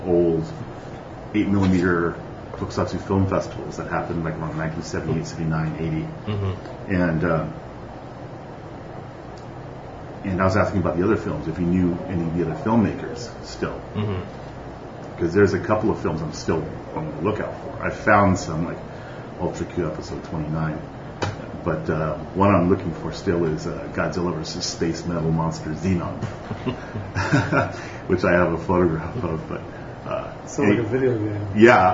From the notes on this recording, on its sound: Live from the Monster Attack Team launch party in San Diego California.